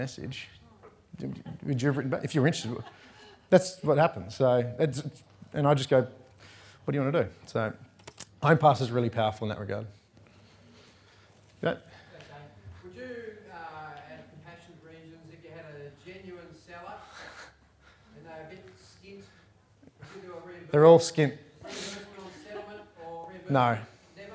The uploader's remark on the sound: recorded live at REBar Camp 2019